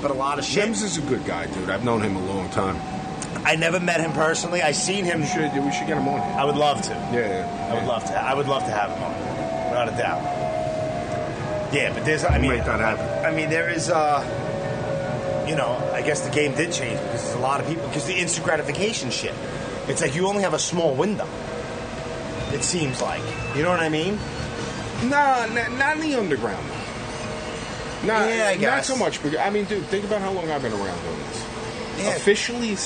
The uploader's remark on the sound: I met up with him at the usual spot... "The Colony Bar" in Huntington Station, Long Island...